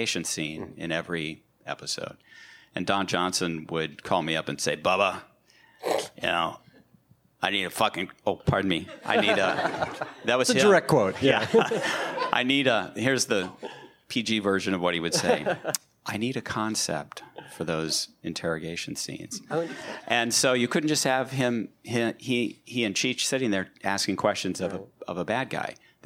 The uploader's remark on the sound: ATX TV Festival 2018. Recorded June 9, 2018 at the ATX Television Festival, Austin TX.